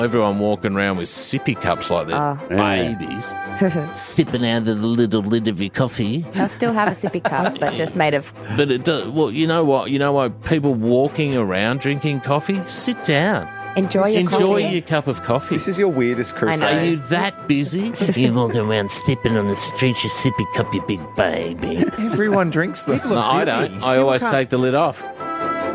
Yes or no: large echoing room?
no